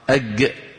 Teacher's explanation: في منطقة تعز في اليمن هذا الصوت أج مكان الجيم، مثل الجيم القاهرية